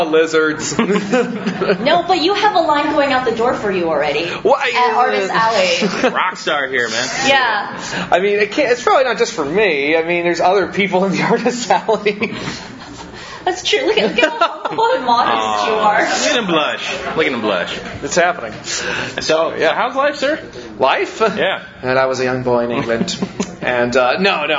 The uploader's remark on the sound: Live from G-Fest 25